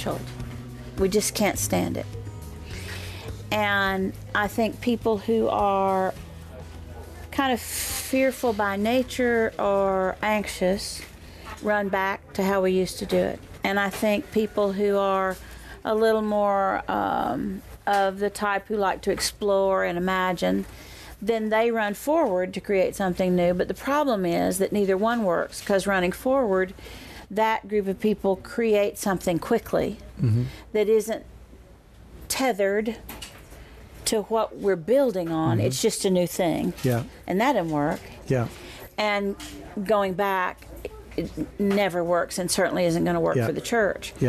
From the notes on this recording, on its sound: recorded at Lemuria Bookstore in Jackson, Mississippi.